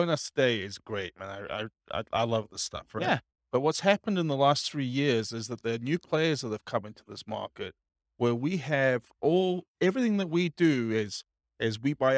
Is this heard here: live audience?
yes